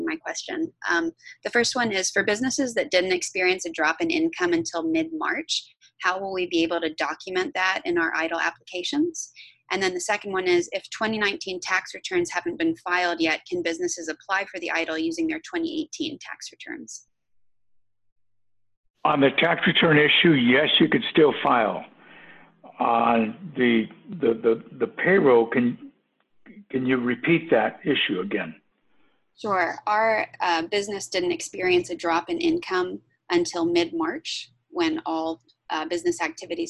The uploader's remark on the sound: U.S. SBA & UTSA SBDC Accelerator Zoom Webinar.